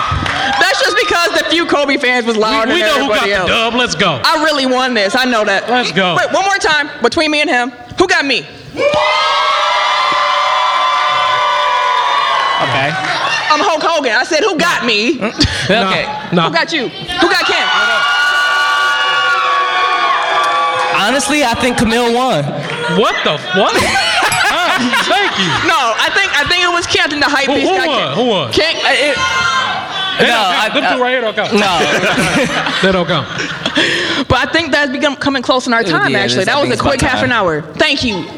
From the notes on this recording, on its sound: We had the honor to perform a live show at the first annual Milwaukee Podcast Festival (MPF), headlined by The Brilliant Idiots.